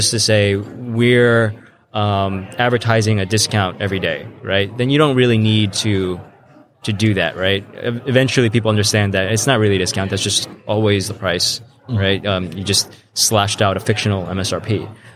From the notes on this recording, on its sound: live from the NRF Big Show